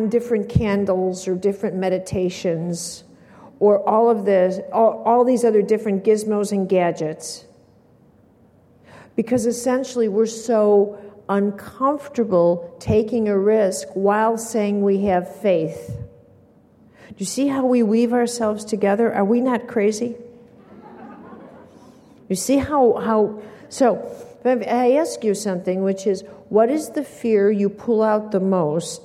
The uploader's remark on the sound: Keynote from the Being Fearless Conference in NYC, 2005